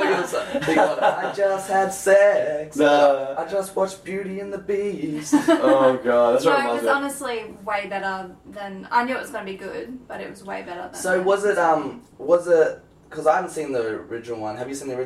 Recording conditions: poor microphone